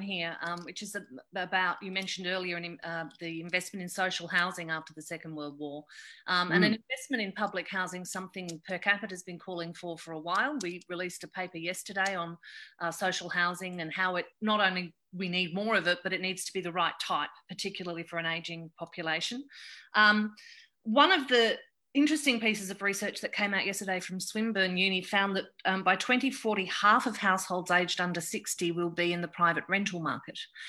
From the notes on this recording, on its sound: chat in a Facebook Live event on 8 May 2020